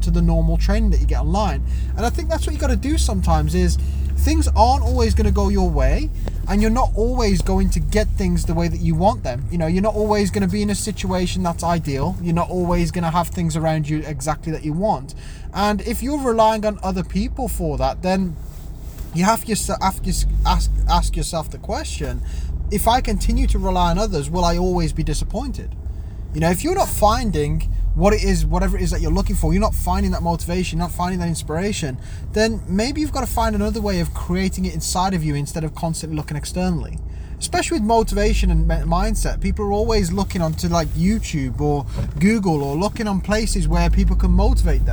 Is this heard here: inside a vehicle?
yes